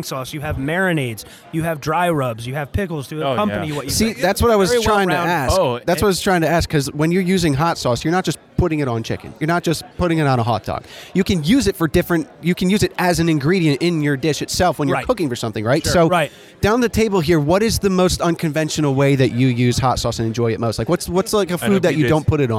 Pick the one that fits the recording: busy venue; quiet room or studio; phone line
busy venue